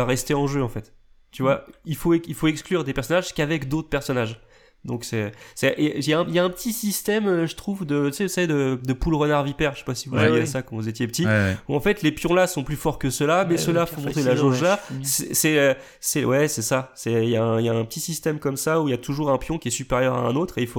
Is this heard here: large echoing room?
no